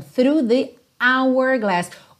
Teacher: O H de hour é mudo, ok? Ao contrário da maioria dos Hs em inglês, que tem aquele som ha, ha, ha.